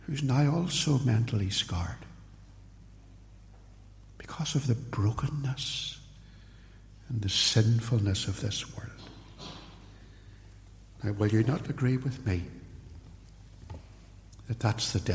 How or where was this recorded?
large echoing room